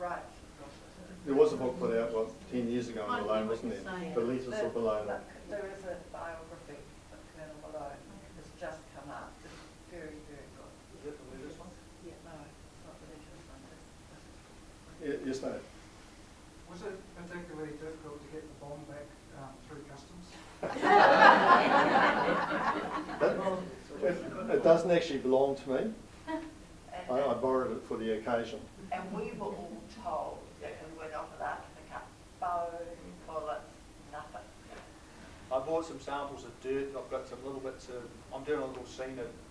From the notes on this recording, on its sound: A recording of the speakers at a special evening hosted by the Cambridge Historical Society